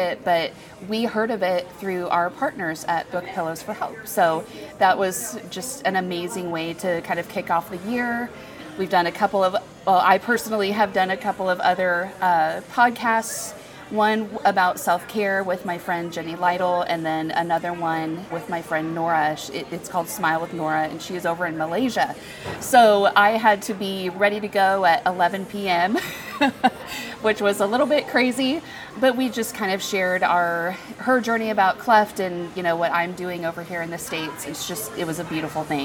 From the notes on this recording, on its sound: This series was recorded at Crossroads Community Church's Global Leadership Summit 2023.